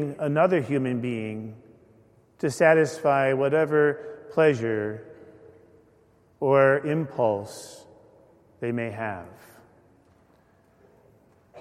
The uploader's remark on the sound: Homily delivered at a Mass of Healing for Victims of Abuse, celebrated at St. Paul Church in Glastonbury, CT.